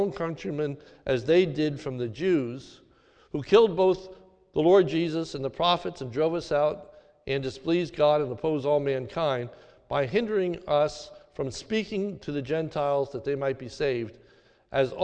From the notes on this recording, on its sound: This is a sermon recorded at the Lebanon Bible Fellowship Church in Lebanon, PA during the New Year’s Eve service on 12/31/2021